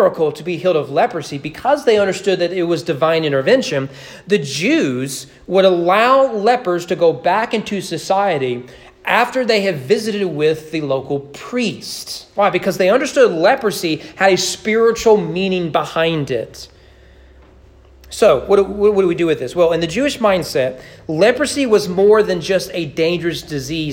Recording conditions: large echoing room